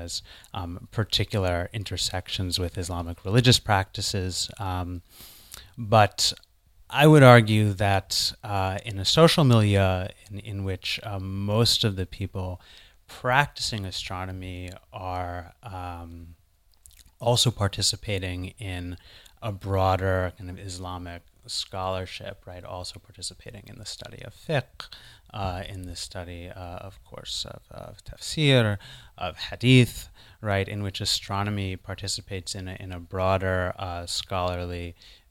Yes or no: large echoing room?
no